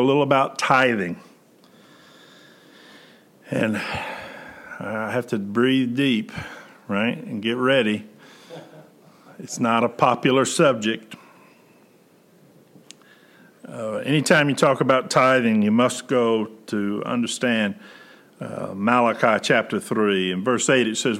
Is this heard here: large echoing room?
yes